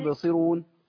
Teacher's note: ما نكسرش الباء ولا نضمها ولا نديها حركه الفتح. هي ساكنه بهز الحرف فبياخد شبهه فتح بس